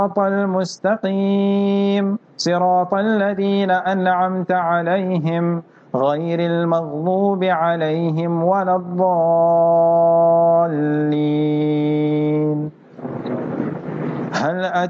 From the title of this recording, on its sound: Jumah Lecture at Glenearn Road Soofie Masjid